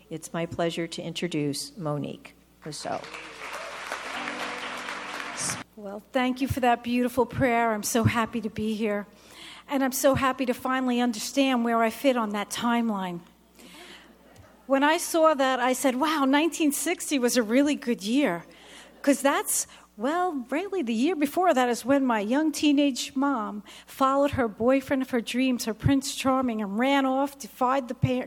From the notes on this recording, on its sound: This testimony was given at the 17 th Magnificat International Conference in Pittsburgh, PA, October 7, 2023.